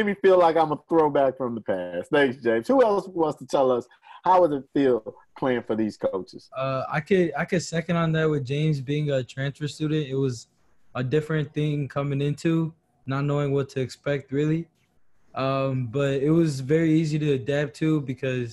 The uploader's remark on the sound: This Week Via Zoom.